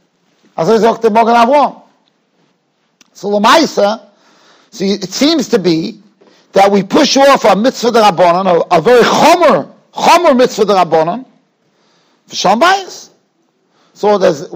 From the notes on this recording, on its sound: Shiur recorded in Yeshivas Ohr Reuven, Monsey, NY.